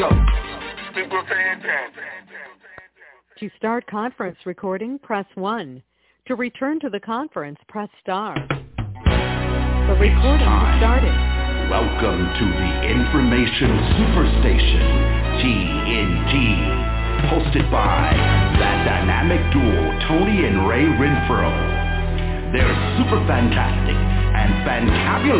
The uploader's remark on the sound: TNTSuperfantastic Conference Call